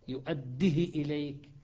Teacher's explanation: الدال مكسورة كسرة مختلسة، والهاء مختلسة، والهمزة مختلسة، راح تصير ثلاث كسرات قصيرة. يؤديه إليك، شوف شلون صعبة، لو قصرها والتزم بقاعدته راح تصير ثلاث كسرات قصيرة متتابعة.